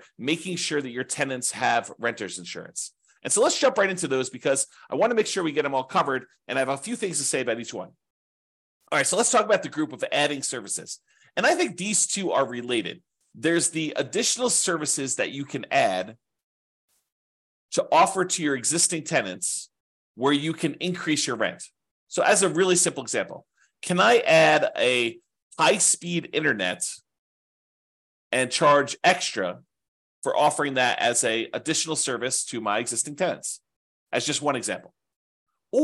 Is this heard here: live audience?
no